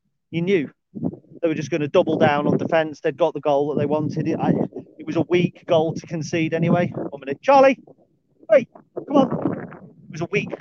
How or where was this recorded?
outdoors